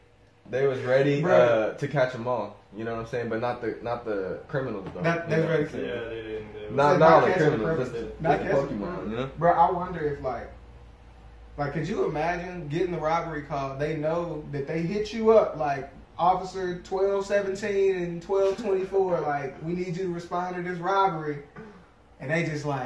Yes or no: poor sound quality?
yes